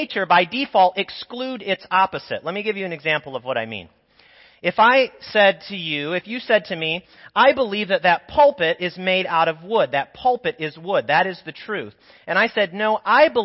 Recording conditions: large echoing room